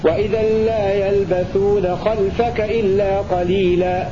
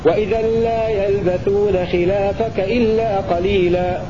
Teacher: بسكون اللام وبدون ألف بعدها · Shown in: first take